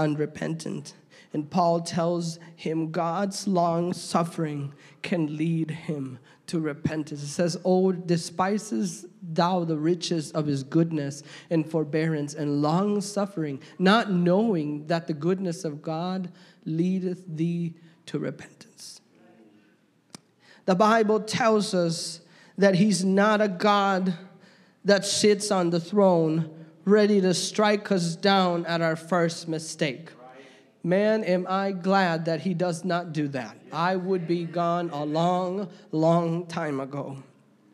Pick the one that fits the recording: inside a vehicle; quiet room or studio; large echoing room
large echoing room